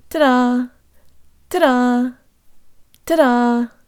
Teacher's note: The D in this phrase is just like a flipped Russian R, where the tongue flicks against the roof of the mouth. It's strange but true that English speakers perceive this sound as a D, but Russian speakers perceive it as an R.